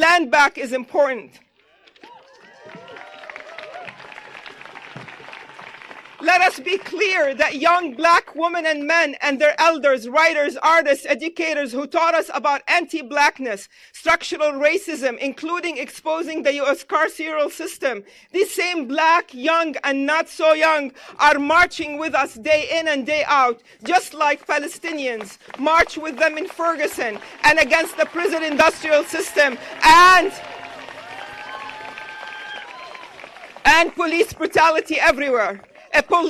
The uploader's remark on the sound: I recorded several speakers from the 54th National Day of Mourning at Plymouth, MA on Thanksgiving Day, 2023